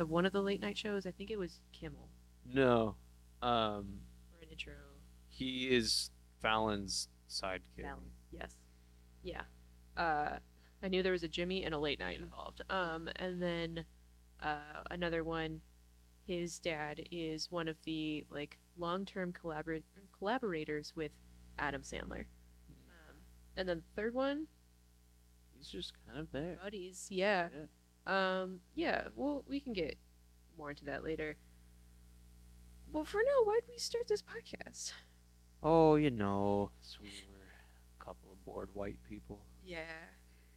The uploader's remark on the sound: We know the audio is rough!